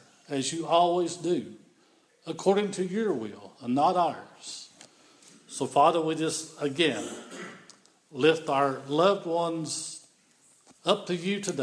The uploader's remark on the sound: This is an audio recording of the Sunday worship service at Persia United Methodist Church in Rogersville, TN